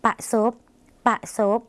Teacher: รอเรือที่เป็นเสียงควบกล้ำในภาษาลาวไม่มีนะคะ